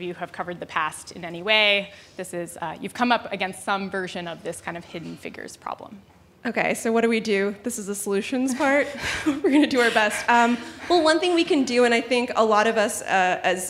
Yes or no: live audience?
yes